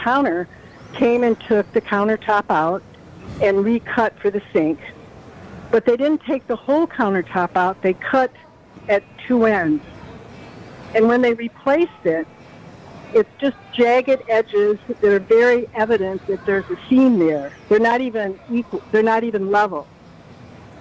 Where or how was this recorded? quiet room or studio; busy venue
busy venue